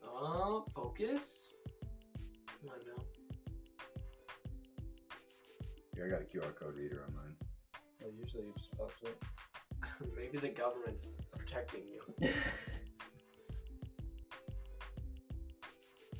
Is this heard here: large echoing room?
no